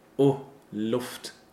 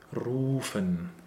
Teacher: In Luft, we have a short opened U sound, O Luft. And in Ruft, this comes from rufen, from the word rufen, with a long and closed U sound.